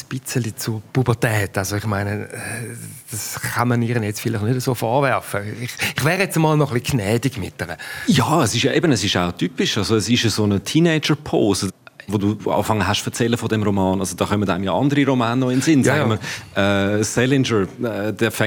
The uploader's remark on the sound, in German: Diese an den Solothurner Literaturtagen aufgezeichnete «Zwei mit Buch»-Episode. Besucher der Solothurner Literaturtage.